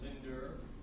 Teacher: What about, you know, in New York City, people are here, even the people, I think, in the 40s, instead of saying Linda, they say Linder, and the A becomes an ER a lot of times